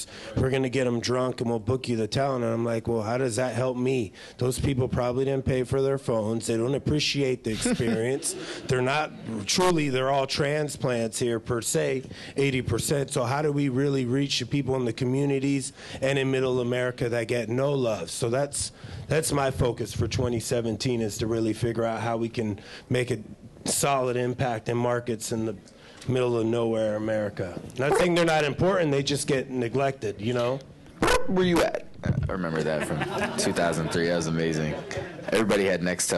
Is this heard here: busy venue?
yes